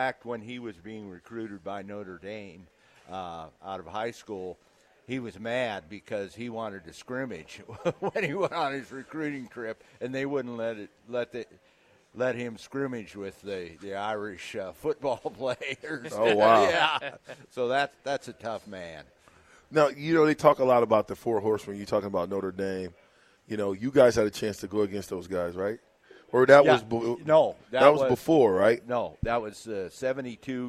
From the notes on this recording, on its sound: LIVE at Wingstop.